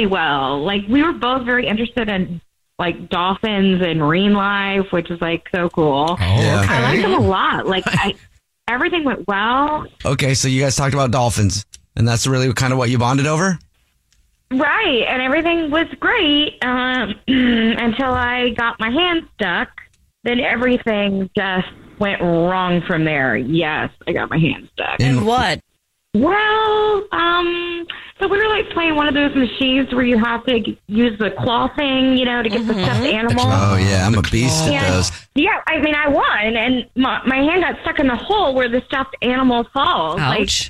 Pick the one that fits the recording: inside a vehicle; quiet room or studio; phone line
phone line